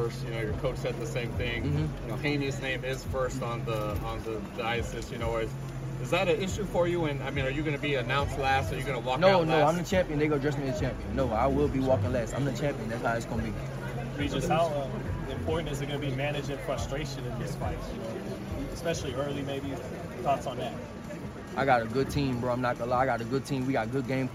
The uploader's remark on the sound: at the press conference in San Francisco